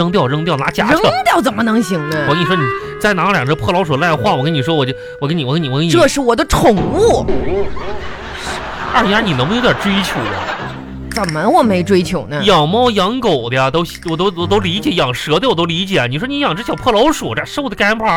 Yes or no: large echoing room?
no